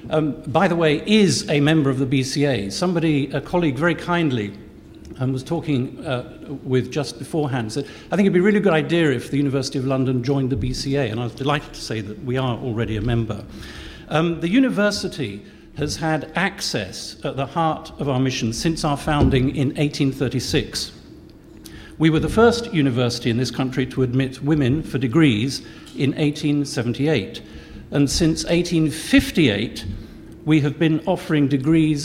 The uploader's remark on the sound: Audio from BCA-IA's annual Kaye Whiteman Memorial Lecture.